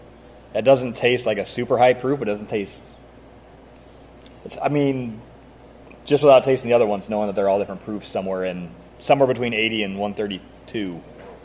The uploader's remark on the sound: The guys are recording from the Whiskey Acres Visitor Center.